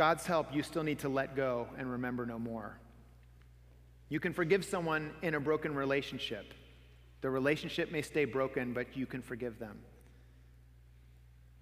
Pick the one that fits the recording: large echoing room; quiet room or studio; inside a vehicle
large echoing room